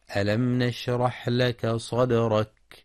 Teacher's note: يراعى ترقيق الدال في صدرك والحذر من تفخيم الدال